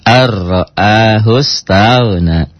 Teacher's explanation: Idgham bila gunah. Karena nun mati ketemu ro', jadi arro'a hustagna. Itu kurang barisnya sedikit di sini.